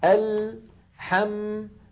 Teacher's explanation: لاحظوا اللام ساكنة، حم الميم ساكنة، فزمن اللام وزمن الميم واحد، يعني لا يصح إنسان أن يقول مثلا الحمد لله أن يطول الميم هكذا زيادة، لابد أن تكون أن يكون زمنها بقدر زمن اللام.